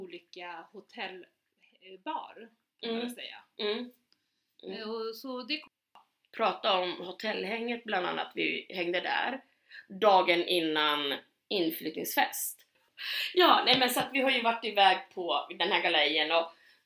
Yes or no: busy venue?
no